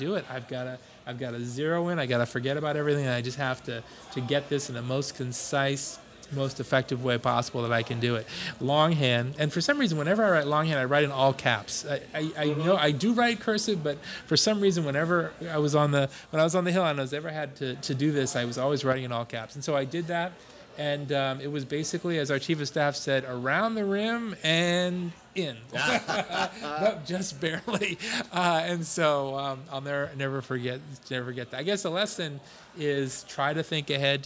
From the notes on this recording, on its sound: He joins us at Siné Irish Pub in Arlington, VA. At Siné Irish Pub in Arlington, VA.